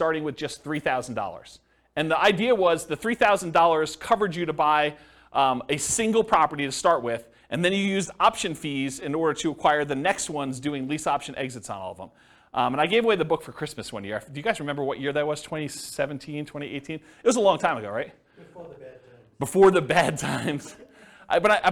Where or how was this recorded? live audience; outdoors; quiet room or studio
live audience